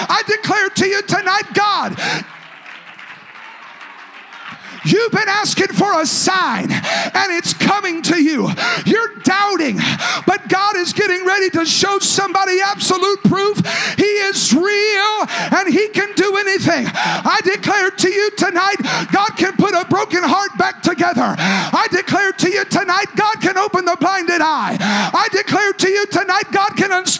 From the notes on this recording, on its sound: a service recording from Connect Point UPC